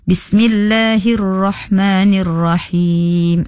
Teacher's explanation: Ro dibaca sangat nipis.